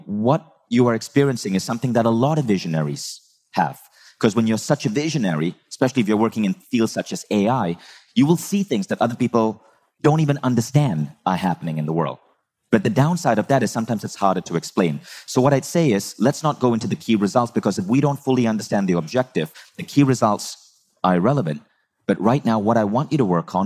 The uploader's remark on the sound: Live from Bali's A-Fest stage